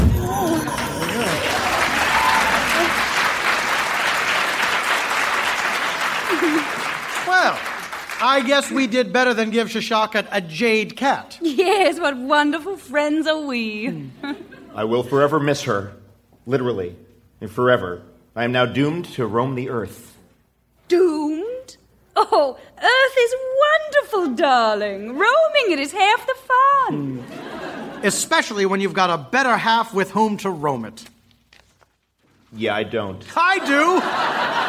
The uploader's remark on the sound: Recorded Live 3/3/2012 at Largo, Los Angeles.